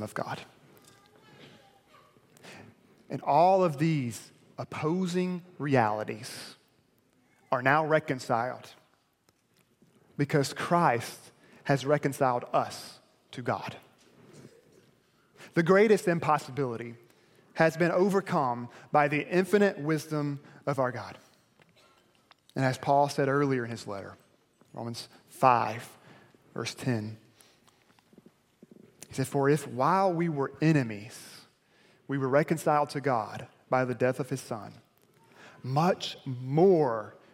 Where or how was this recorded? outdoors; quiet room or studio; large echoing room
large echoing room